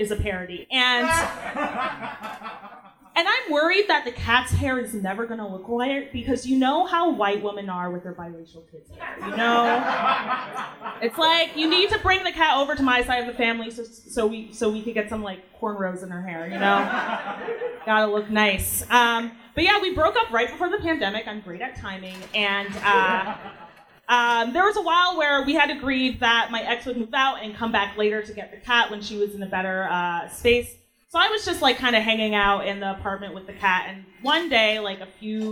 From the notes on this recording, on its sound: Recorded live at the historic Stonewall Inn in Greenwich Village.